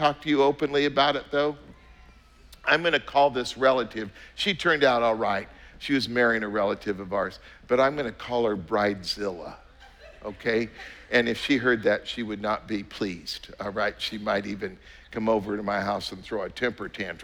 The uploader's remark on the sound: was preached on October 24th at the 11:30AM service